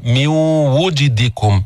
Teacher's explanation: واو ما فيها تفخيم، واو مستفلة منفتحة